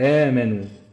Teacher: مد البدل دوت في روايه حفص بيتمد حركتين